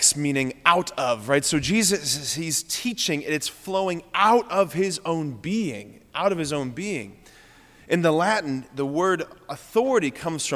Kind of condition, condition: setting, large echoing room